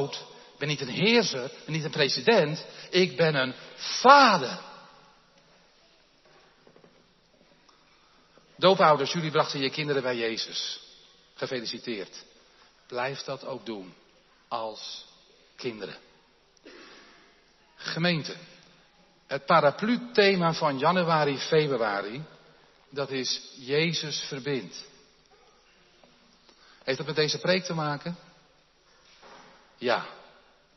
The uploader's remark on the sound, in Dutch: De preek is op 15 januari 2023 opgenomen in de Jeruzalemkerk in Groningen